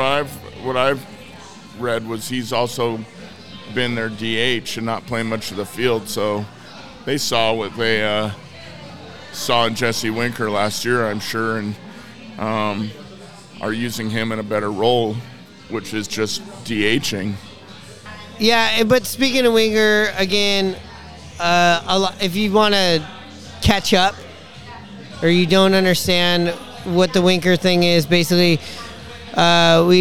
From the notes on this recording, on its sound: Recorded at Murphy's Irish Pub on 45th. Recorded at Murphy's on 45th.